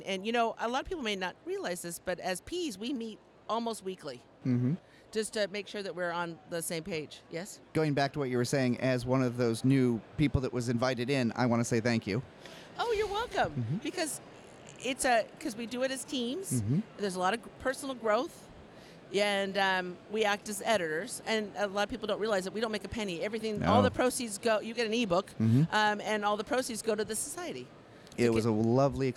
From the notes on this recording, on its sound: This is another episode that was recorded LIVE of the show floor of #IMSH2023.